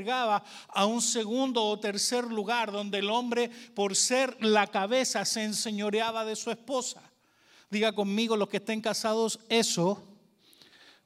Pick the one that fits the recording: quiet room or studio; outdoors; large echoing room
large echoing room